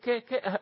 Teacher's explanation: مفيش هزة في الأوتار الصوتي · Term: حرف الكاف